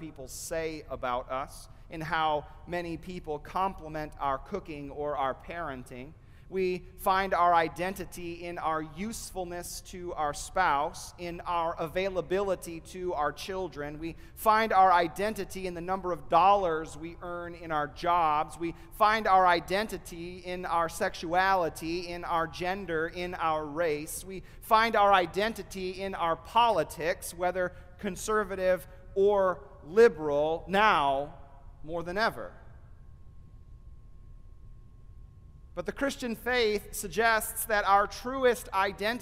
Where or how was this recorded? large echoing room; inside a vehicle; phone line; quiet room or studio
large echoing room